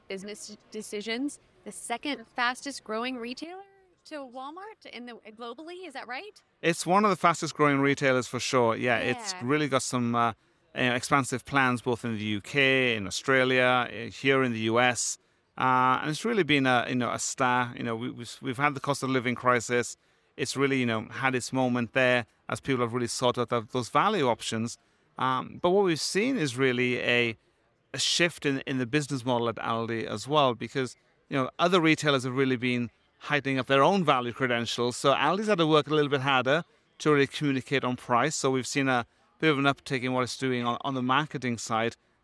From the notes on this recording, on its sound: Live from Groceryshop 2023. This episode of the RETHINK Retail Podcast was recorded live at Groceryshop.